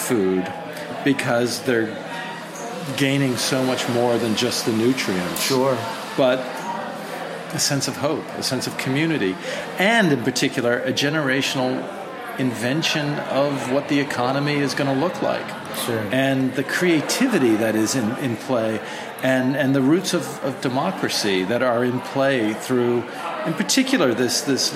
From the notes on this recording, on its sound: live from the Crown Finish Caves in Crown Heights, Brooklyn at the Molds, Monasteries, and Microscopes event on May 20th.